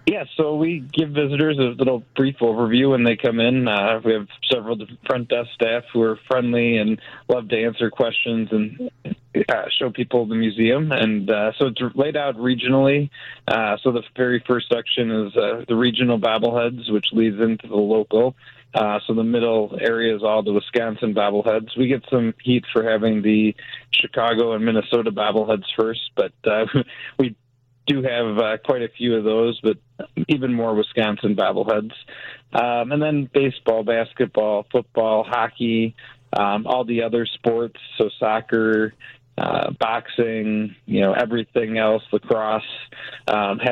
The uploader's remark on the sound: joins the conversation over the phone